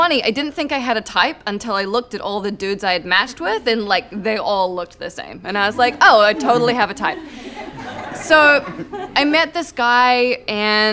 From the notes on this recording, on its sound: All stories were recorded at the touchpoint town hall in NYC on March 3, 2018 at The Assemblage Nomad.